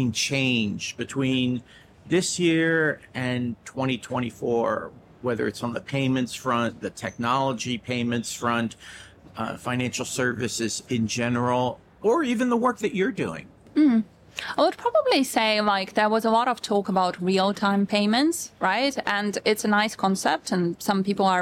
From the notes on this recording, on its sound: Taped at Money 20/20 Europe in Amsterdam.